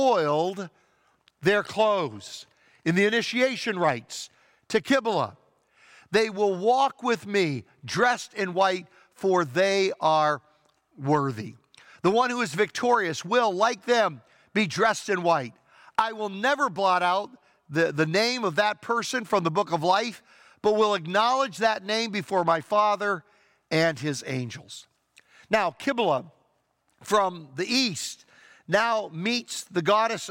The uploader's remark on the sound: Traditional Worship (In-Person Service)